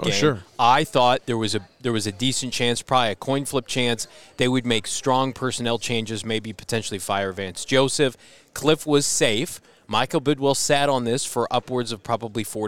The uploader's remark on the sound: LIVE from the NFL Combine in Indianapolis